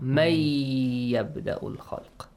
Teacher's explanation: The rule idgham is applied, okay? Man plus ya, nun sakin plus ya. should be merged.